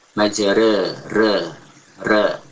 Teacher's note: Disebut juga dengan taqlil. Imalah sughra itu lebih dekat ke fathah daripada ke kasrah.